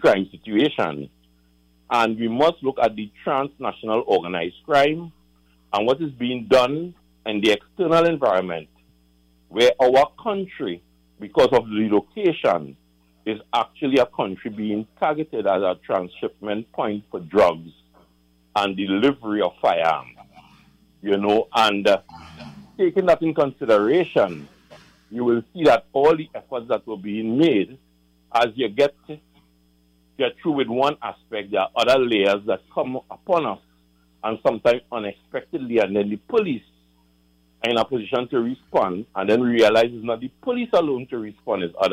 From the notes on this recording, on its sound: The Power Breakfast Show. During this hour we take calls from our audience.